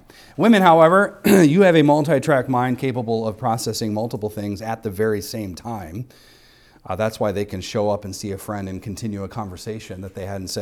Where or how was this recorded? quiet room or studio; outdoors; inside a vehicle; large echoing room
large echoing room